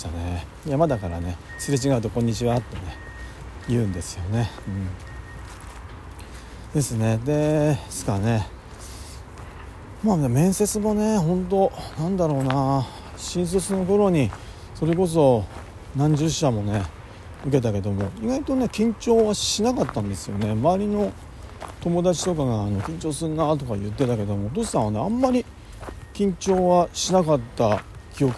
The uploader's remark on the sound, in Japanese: 仕事の帰り道に録音していこうと思います。